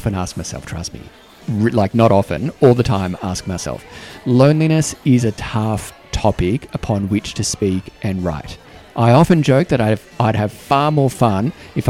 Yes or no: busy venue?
yes